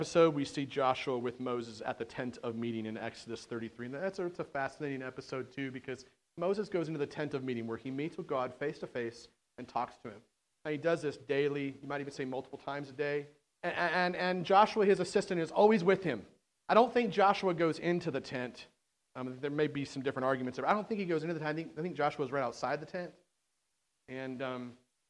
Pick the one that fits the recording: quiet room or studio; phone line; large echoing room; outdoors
large echoing room